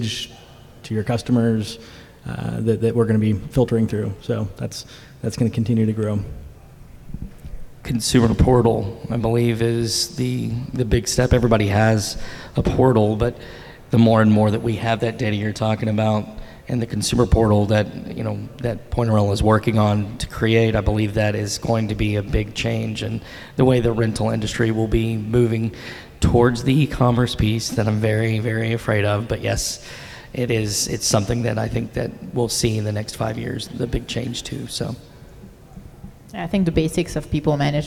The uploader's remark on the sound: At Point of Rental's 2023 International Conference, we welcomed several rental leaders up to the stage to talk about the state of the industry and its future.